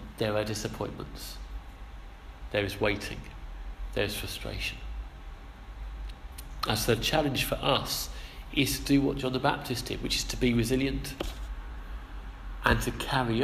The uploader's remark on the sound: Our sermon from the 11am service